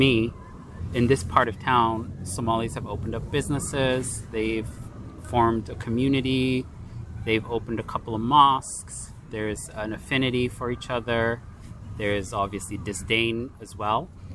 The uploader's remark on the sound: was recorded outdoors during the summer, so there will be street and cicada noises throughout